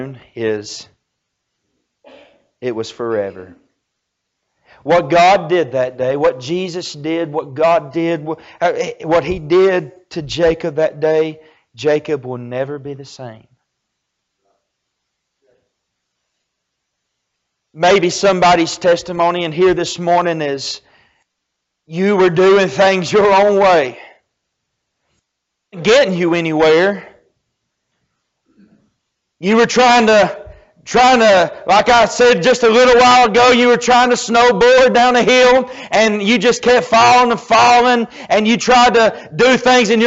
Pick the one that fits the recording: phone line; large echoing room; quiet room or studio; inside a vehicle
large echoing room